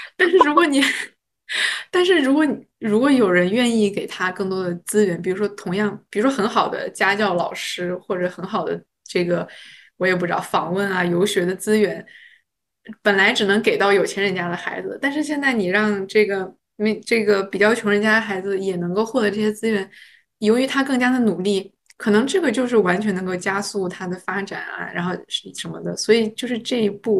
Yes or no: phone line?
no